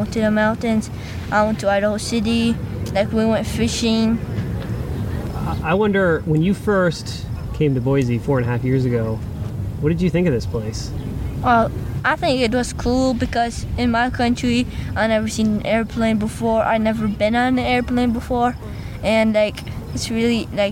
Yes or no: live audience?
no